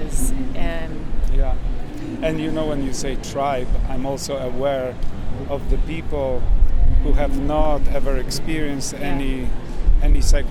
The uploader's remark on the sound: These interviews were recorded at the historic Psychedelic Science 2023 conference in Denver, the largest gathering to date of people who work on advancing the research, access, and legalization of psychedelic-assisted therapies. The interviews are unedited personal accounts.